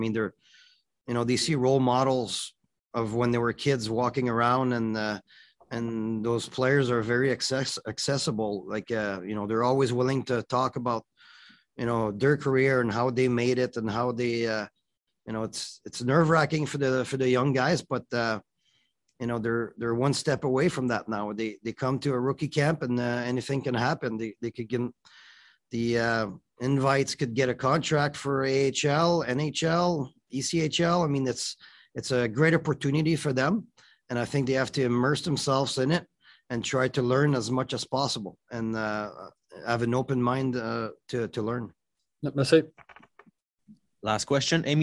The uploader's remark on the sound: BROSSARD, QC — The AHL Report team from Rocket Sports Media was on the media’s Zoom call for the first on-ice session of the Montreal Canadiens’ 2021 Rookie Camp.